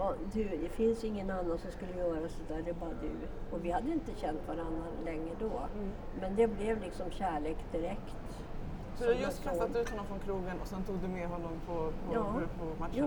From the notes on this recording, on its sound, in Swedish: Det är en bullrig miljö vi är i så ljudet varierer lite!